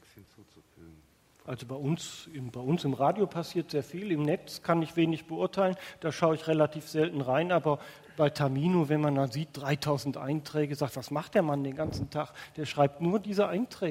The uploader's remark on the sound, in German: Live aus dem Schloss Gottesaue der Hochschule für Musik Karlsruhe. Live aus dem Schloss Gottesaue in Karlsruhe. Livemusik mit iPod, Sony PSP und Nintendo DS.